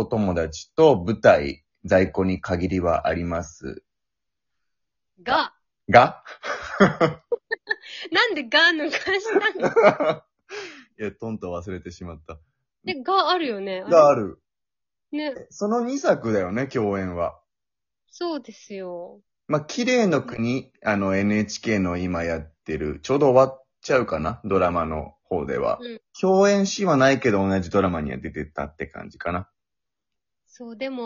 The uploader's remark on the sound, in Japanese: リモート収録